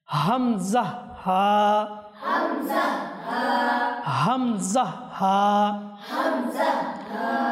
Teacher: এই দুইটা হরফ উচ্চারণ হবে হলক তথা কণ্ঠনালীর নিচের অংশ থেকে। · Term: হরুফে হালাকিয়া